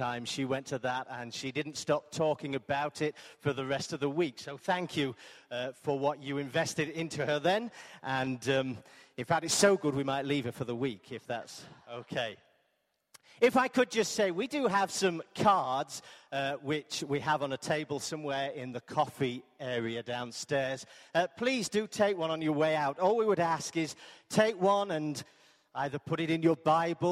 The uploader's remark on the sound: Arena Church Ilkeston